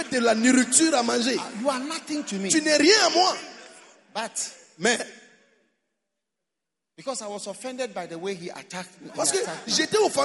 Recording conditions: live audience